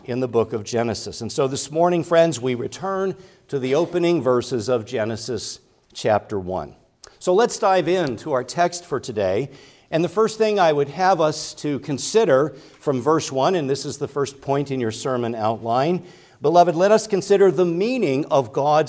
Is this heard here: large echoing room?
yes